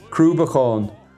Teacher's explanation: the glottal CH is just very satisfying. I don't know, you can kind of spit it out.